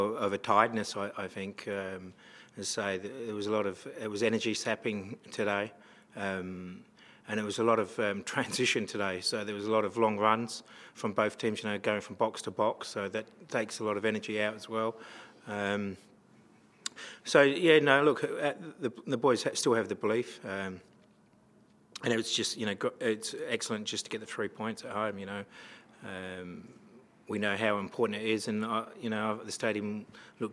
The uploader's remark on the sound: post-match press conference